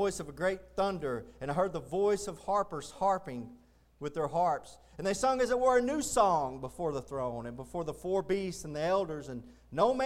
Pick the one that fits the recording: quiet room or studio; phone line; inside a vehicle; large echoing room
large echoing room